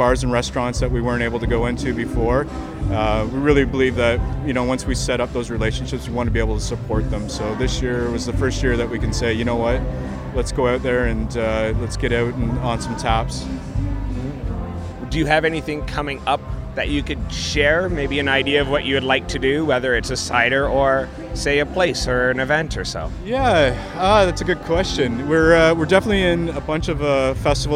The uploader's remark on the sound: Toronto Cider Fest 2019. At their first Toronto Cider Festival.